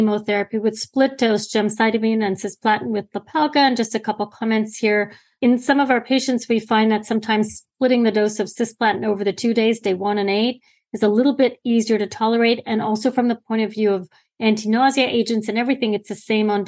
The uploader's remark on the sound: This second part of the series is based on a live webinar.